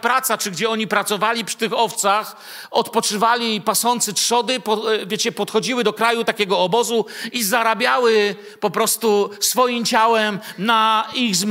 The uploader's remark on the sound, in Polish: Wykład nagrano podczas nauczania Słowa w Kościele „Filadelfia” Bielsko Biała